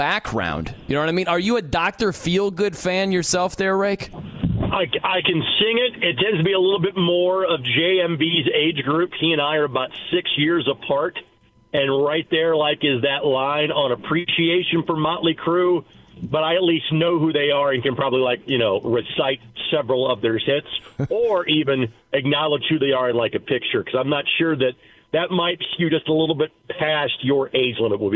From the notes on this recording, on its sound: opens the phone lines up and takes some comments